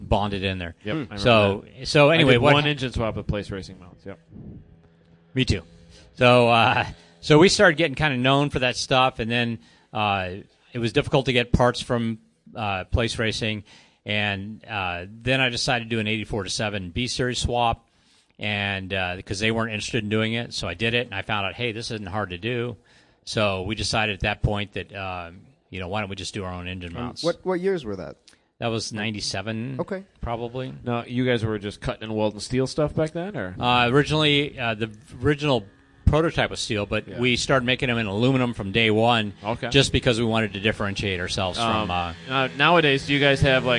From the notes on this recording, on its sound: Live from HondaMeet15